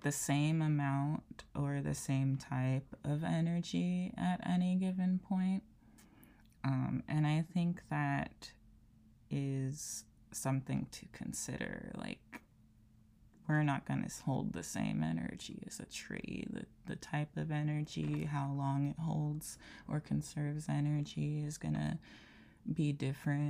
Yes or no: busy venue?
no